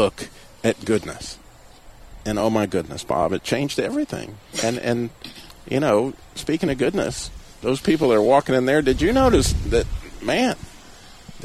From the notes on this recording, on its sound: The Christian Car Guy is Live from Abbott's Frozen Custard in Clemmons, NC.